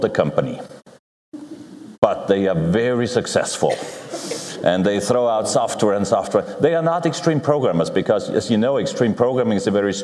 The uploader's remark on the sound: This is a session recorded live at OOP 2009 .